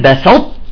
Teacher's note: مثلا نقول بسطت، لاحظت كيف رفضت انا طاء وليس الطاء مقلقله وانما طاء مطبقه، نقول بسط، لاحظت لساني طلع على الطاء مباشره، لساني طلع على الطاء ونزل بانسيابيه على التاء واخرجنا التاء فيها طرف الهمس